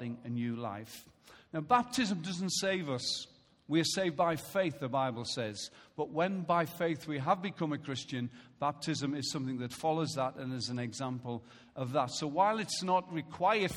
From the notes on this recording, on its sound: Recorded live at Life Church on Sunday 17th April 2016.